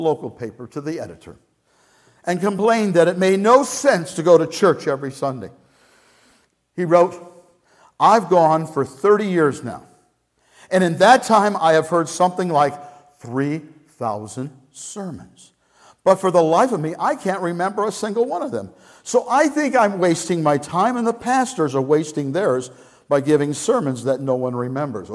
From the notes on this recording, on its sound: Message Preached at Valley Creek Church